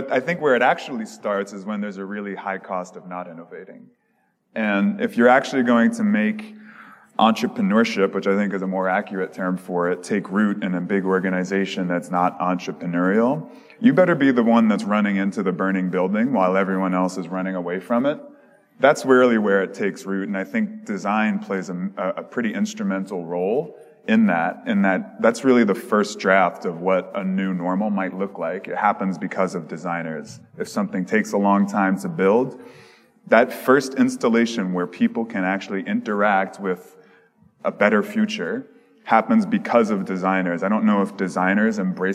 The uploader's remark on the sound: Conference talk: ‘Why innovation is rarely authorized’ panel from HOW Design 2019. This episode is a replay of a panel discussion about innovation.